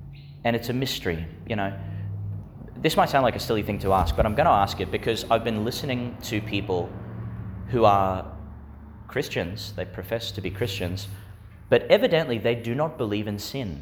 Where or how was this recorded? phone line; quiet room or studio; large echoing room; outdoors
large echoing room